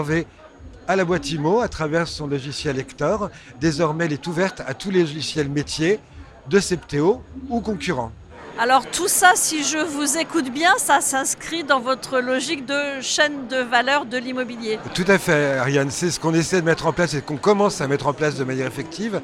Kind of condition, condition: setting, busy venue